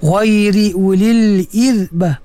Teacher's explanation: Ir rasukun sebelum dia kasrah dinipiskan. Irbati minarri, nipiskan ra tu.